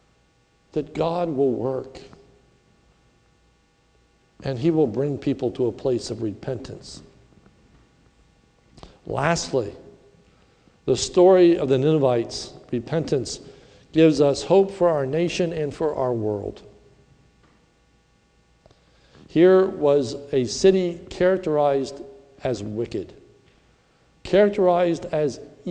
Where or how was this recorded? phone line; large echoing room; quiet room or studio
large echoing room